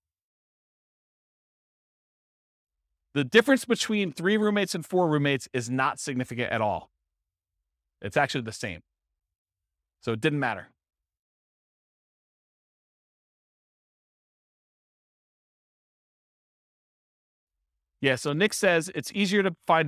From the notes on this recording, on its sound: This was a live class recorded. Anchorage, Alaska. The live in-person version.